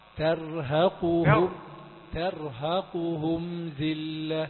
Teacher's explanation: خاشعة أبصارهم ترهقهم ذلة، تاء ذلة، خد بالك تاء رقيقة والراء مفخمة، ترهقهم ولا تقل ترهقهم، ترهقهم ترهقهم ذلة.